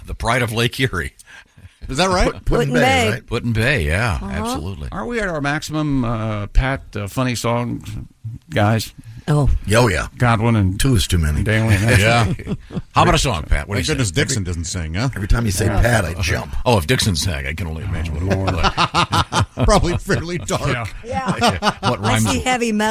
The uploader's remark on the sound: We've got call-ins galore on today's show. Zoomin' in from Chicago.